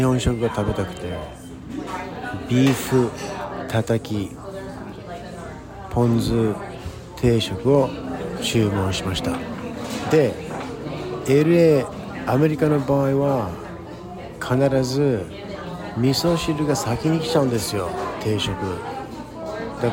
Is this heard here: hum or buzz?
no